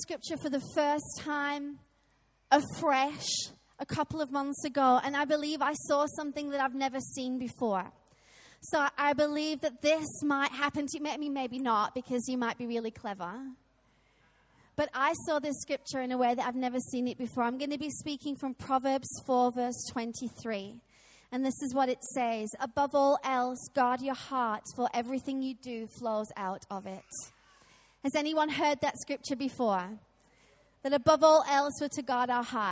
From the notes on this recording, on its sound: Recorded live at Life Church